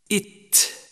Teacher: صفات حرف التاء: الصفات المتضادة. أولاً، التاء حرف مهموس أي يجري النفس الكثير عند النطق به